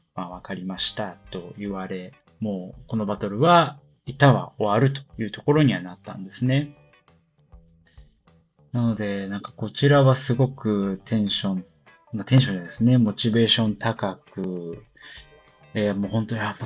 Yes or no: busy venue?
no